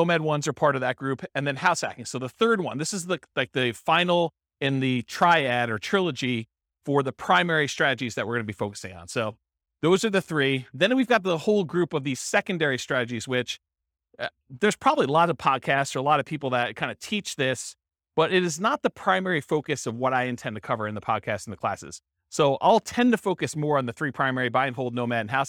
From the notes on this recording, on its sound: This was a live class recorded